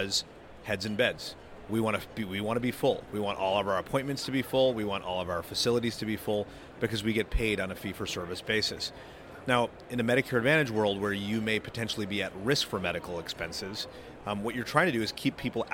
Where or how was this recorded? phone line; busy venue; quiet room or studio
busy venue